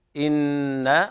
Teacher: حرف أغن مشدد يغني مقدار حركتين